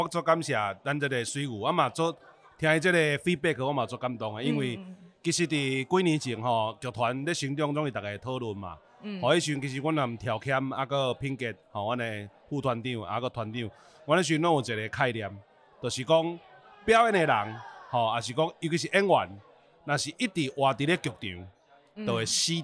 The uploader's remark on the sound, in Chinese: 不可能連吃尾牙也要錄Podcast。在尾牙現場把麥克風架起來！